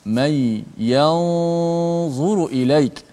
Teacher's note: may yanzuru ilaik nun bertemu dengan dha maka kita baca secara ikhfa